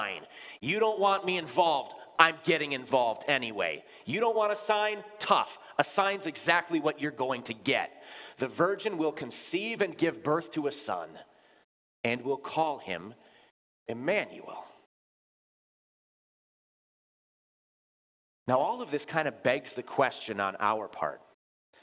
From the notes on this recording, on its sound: Bethany, Appleton, WI. Preached this sermon at Bethany's Christmas Day worship.